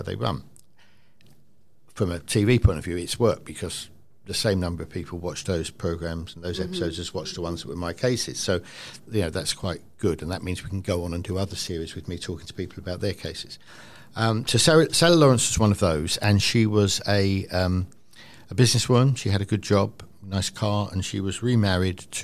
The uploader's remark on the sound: CrimeCon UK 2022 LIVE in Glasgow. In this special episode recorded live. At CrimeCon in Glasgow.